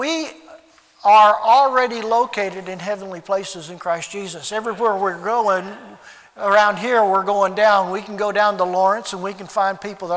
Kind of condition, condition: setting, large echoing room